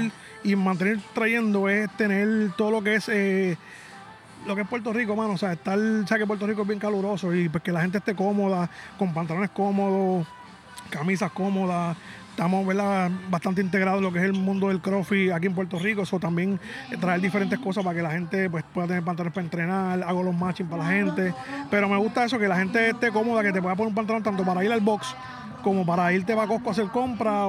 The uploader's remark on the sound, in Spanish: Un podcast “live” que se hizo en pleno evento.